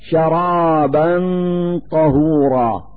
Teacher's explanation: في هذا المثال فتحتان على الباء من كلمة شرابا، نلفظ هاتين الفتحتين نونا ساكنة من مخرج الطاء من كلمة طهورا، فنقول: شرابا طهورا، مع إظهار الغنة التي تدل على وجود نون ساكنة.